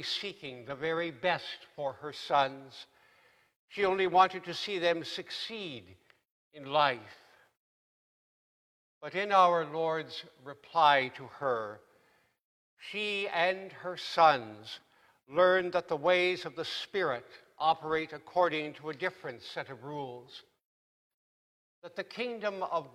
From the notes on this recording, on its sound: Please note that due to technical difficulties, this sermon was recorded at the 8AM service.